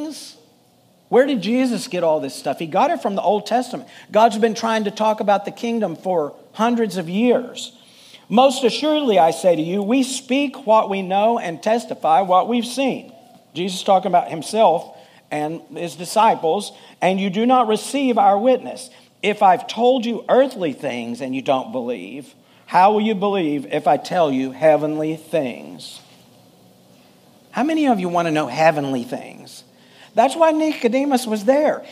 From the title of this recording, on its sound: Full Sunday Service